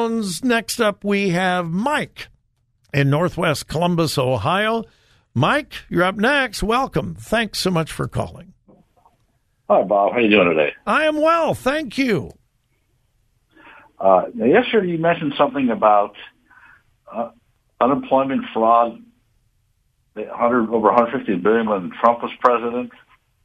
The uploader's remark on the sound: Open Phone Friday